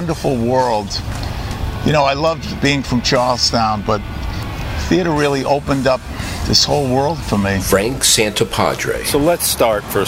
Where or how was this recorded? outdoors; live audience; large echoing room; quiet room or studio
outdoors